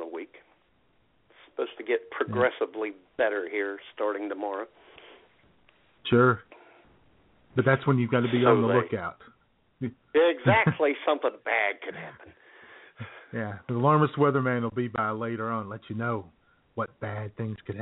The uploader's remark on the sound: the phone lines will be open and buzzing as we take your calls